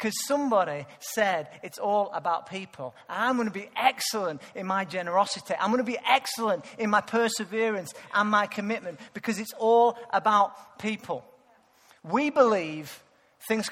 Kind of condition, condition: setting, large echoing room